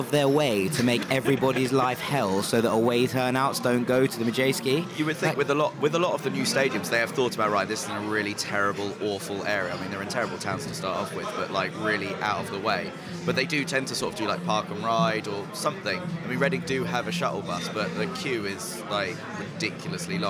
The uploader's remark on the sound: live in The Jolly Gardeners pub